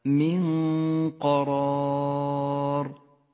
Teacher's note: تخفى النون بحرف القاف مع بقاء غنة للنون من غير تشديد · Term: حكم الإخفاء